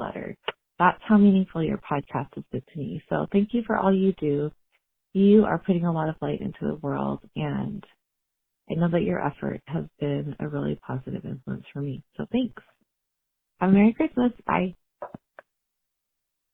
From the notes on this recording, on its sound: These women called in to share some of their experiences